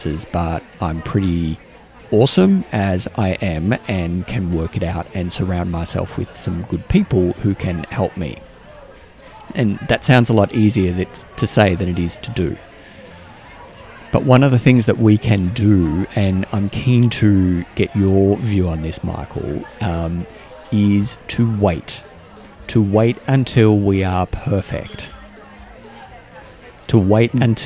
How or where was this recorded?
busy venue